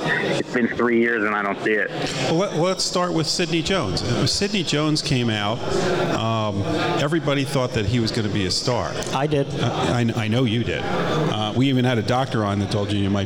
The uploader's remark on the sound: Live at TBS